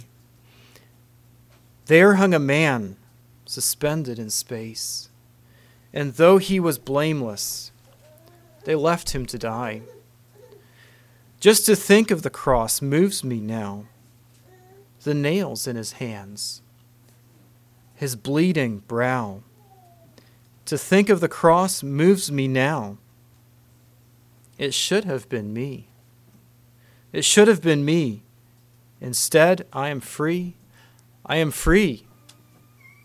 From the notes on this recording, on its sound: Message preached at Word of Hope.